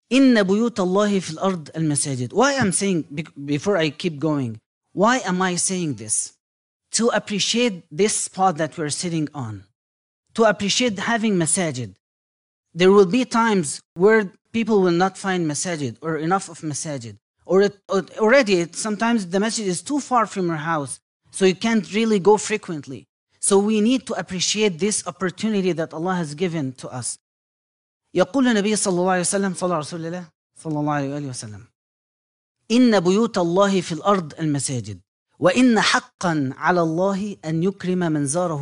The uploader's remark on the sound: Lecture was held at American Muslim Center.